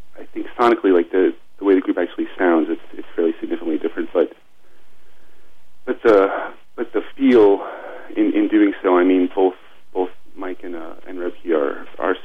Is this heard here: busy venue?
no